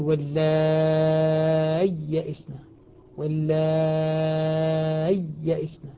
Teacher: يظهر الياء فينطق بياءين، وبعضهم قال ينطقها بياء وسكت لطيف حتى تظهر الياءان